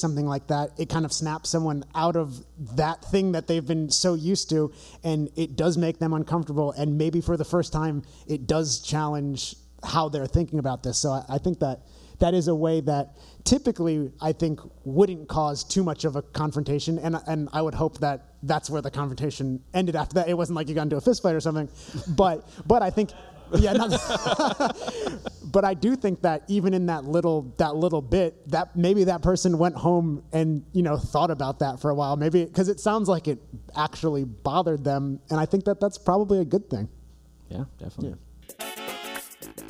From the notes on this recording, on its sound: This week The Bearded Vegans present a very special live episode recorded in front of an audience at the Compassionfest Holiday Bazaar in Hamden, CT.